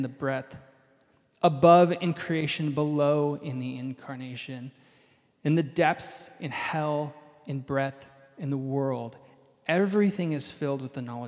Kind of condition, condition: setting, live audience